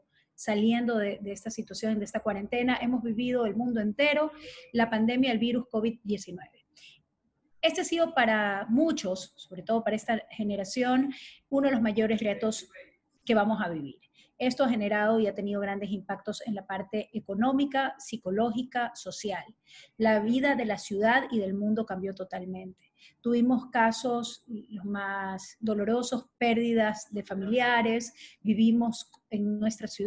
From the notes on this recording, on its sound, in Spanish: se realizó a través de la plataforma ZOOM